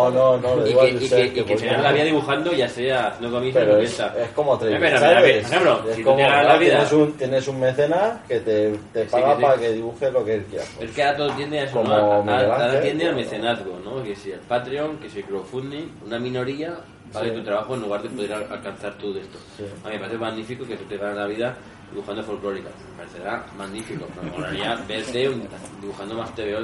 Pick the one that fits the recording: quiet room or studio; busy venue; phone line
busy venue